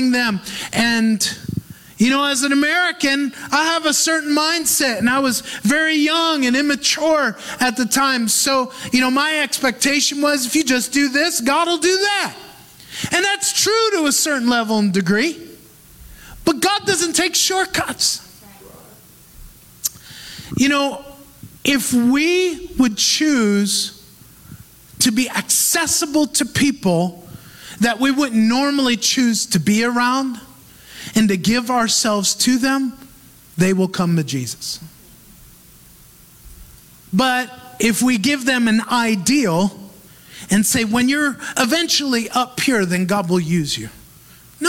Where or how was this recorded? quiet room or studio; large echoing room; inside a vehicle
large echoing room